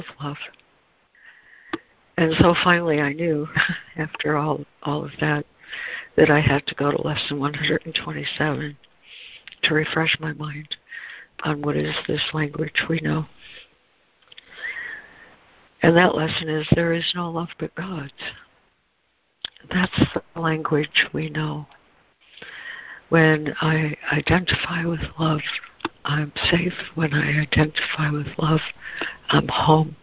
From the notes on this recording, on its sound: ACIM Daily Conference Call